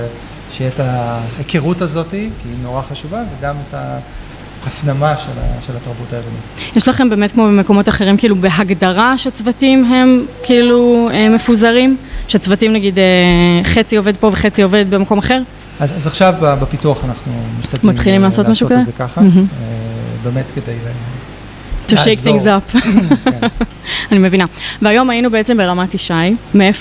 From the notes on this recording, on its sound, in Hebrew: פרק לייב בשיתוף קלאודינרי. הפרק הזה הוקלט בפאב המחלבה בבית לחם הגלילית. לכבוד פתיחת הסייט החדש של קלאודינרי ברמת ישי.